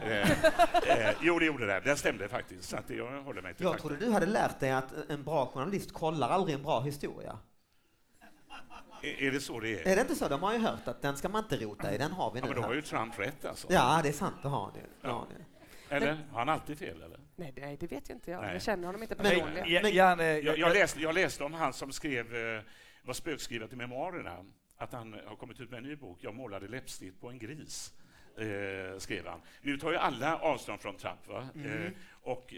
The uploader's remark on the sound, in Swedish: Live i Göteborg!